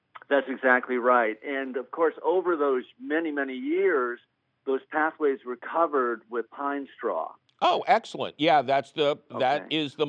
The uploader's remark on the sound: he takes your fabulous phone calls.